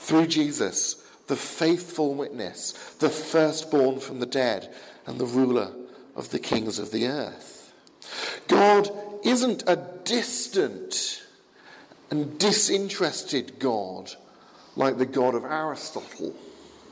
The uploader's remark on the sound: Sermon from the 11 am service at Highfield Church, Southampton, 19th February 2017.